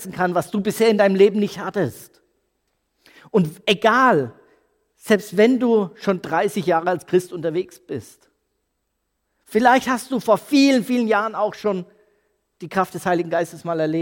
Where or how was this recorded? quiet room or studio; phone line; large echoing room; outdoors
large echoing room